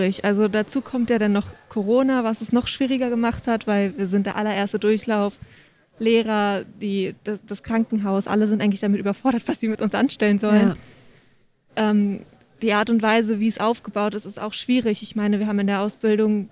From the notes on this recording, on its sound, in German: SPEZIAL Live vom Deutschen Pflegetag (Tag 1). Wir berichten für Euch live vom Deutschen Pflegetag. Dabei sprechen wir mit Besucher*innen und Refert*innen.